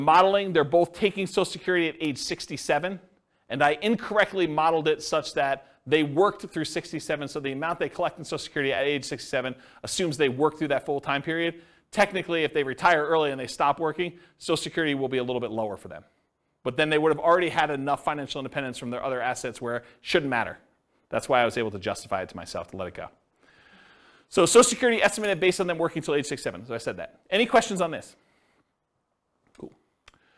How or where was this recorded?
live audience